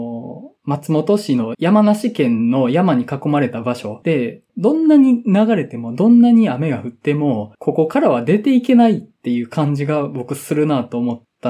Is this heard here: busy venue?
no